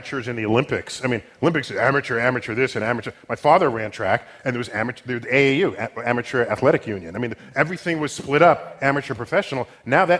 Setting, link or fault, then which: setting, live audience